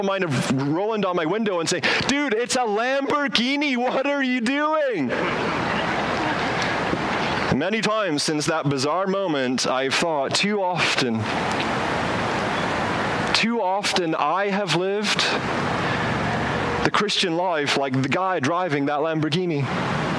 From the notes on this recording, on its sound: As HBC gathers outdoors for this service. Outdoors so please excuse the audio quality.